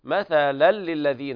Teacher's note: إدغام بغير غنة كامل لوقوع اللام بعد التنوين